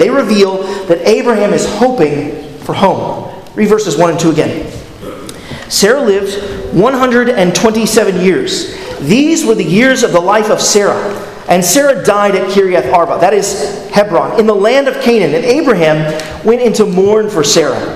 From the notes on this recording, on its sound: at Arlington Baptist Church in Arlington, Virginia